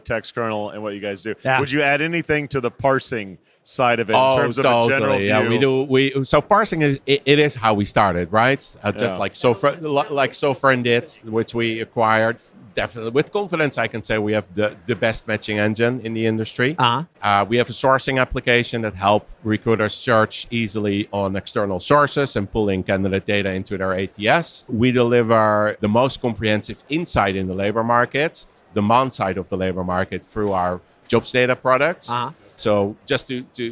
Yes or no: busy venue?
yes